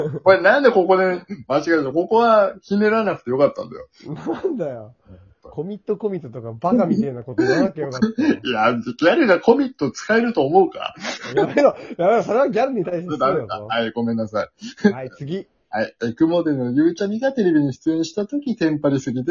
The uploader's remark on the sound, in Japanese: 今回は久々にリモート収録でお届け！